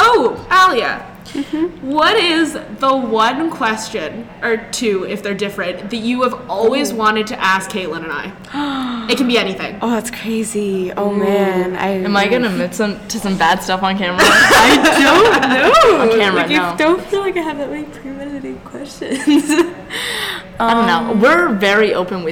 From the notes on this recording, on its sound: We apologize for the small annoying background noise, we were at the NAC (as per usual) and there was some event being set up as we were recording.